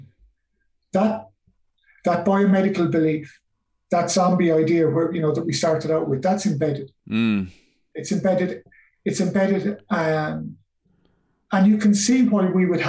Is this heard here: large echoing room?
no